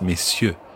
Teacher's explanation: And note that you don't pronounce the R in messieurs